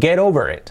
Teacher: la T se convierte en una R suave